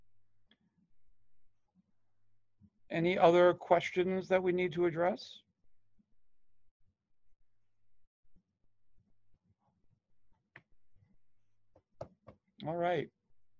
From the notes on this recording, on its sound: Online Session Audio.